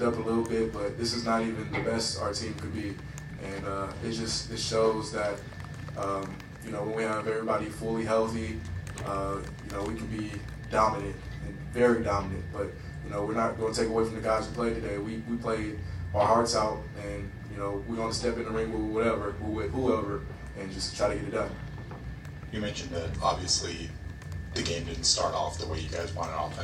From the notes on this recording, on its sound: Listen to the post game press conference. Following Utah's Las Vegas Bowl apperance agaisnt Northwestern.